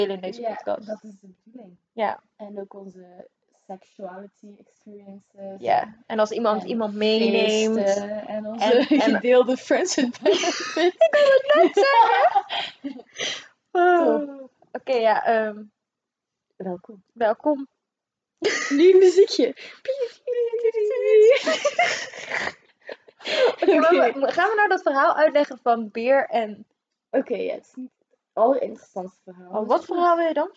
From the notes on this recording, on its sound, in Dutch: Eerste podcast, sorry voor het geluid, haha...